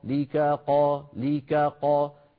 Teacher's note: فعلينا أن نبين الكاف بترقيقها والقاف بتفخيمها واستعلائها هكذا. وكان الله على ذلك قديرا لك قا لك قا، بلطف وهدوء بدون ما نشعر السامع بأنه في هنا يعني مشكلة أو شيء، لا، وإنما هي تنبيهات نطبقها بتلطف.